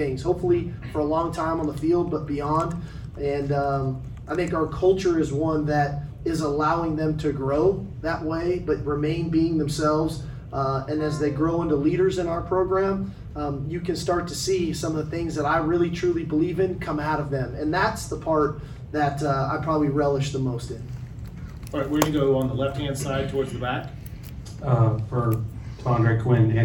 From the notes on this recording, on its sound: Big 12 Championship Postgame Press Conference. Speak to the media following the Texas Longhorns victory over Oklahoma State in the Big 12 Championship!